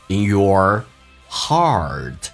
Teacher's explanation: 重度卷舌，嘴巴凸出来收圆。 In yourheart，打开口腔一点点，整个舌身往回卷。